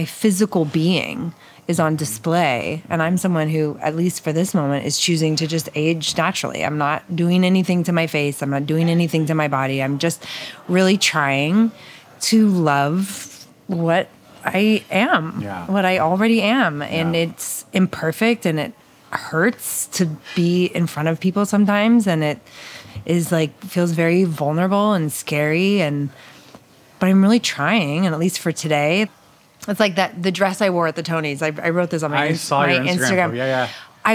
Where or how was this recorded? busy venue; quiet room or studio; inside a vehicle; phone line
busy venue